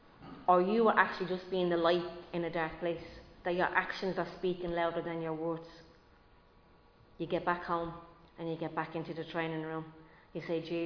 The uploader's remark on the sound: Recorded live in Liberty Church on 24 April 2022